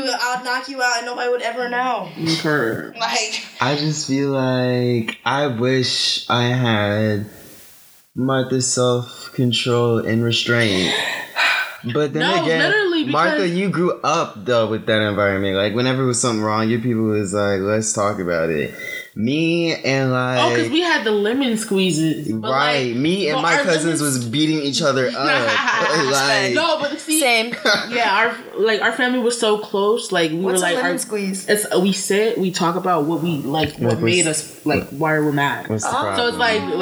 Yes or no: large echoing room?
no